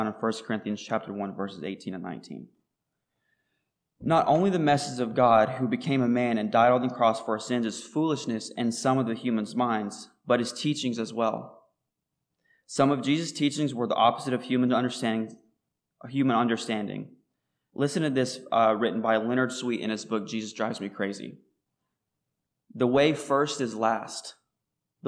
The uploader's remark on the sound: recorded on July 22, 2023, at Ringgold Seventh-day Adventist Church